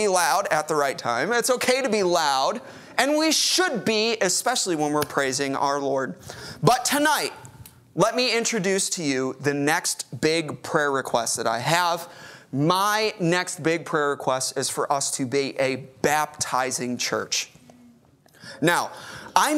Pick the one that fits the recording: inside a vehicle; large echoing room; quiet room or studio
large echoing room